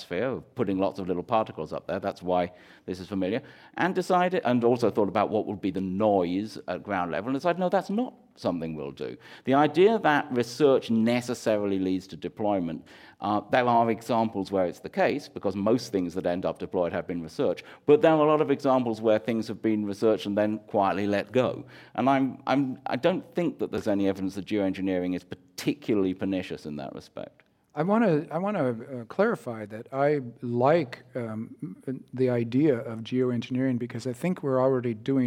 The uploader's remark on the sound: This program was recorded live at the Commonwealth Club of California in San Francisco.